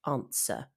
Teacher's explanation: Don't forget with answer that it has a W, answer, but we don't pronounce that, of course. We say answer, as if there is no W there.